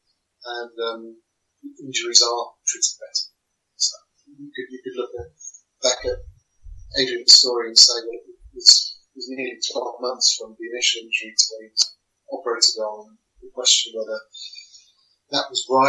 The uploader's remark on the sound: Apologies for the poor quality of sound in this episode.